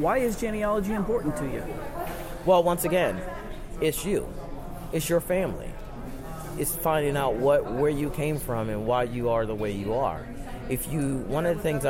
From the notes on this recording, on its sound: at “Podfest” a podcaster’s conference in Orlando, Florida